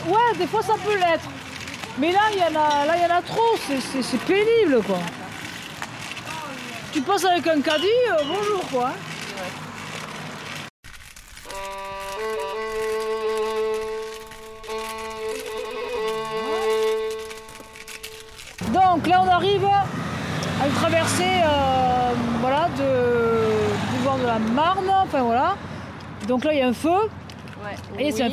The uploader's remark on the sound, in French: Le bruit de différentes rues, la télécommande qui marche ou pas devant les feux ou les passages piétons. En mode reportage... Au micro zoom.